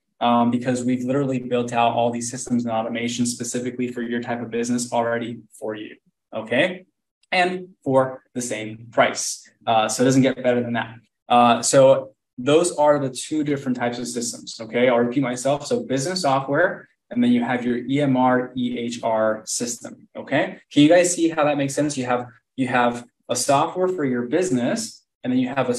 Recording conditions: video call